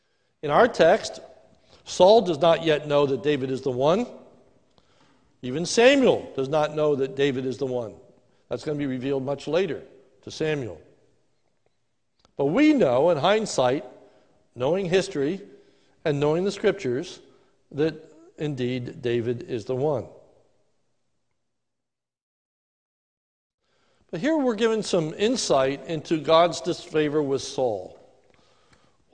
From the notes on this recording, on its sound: This is a sermon recorded live at the Lebanon Bible Fellowship Church in Lebanon, PA on 09/20/2020 during the morning worship service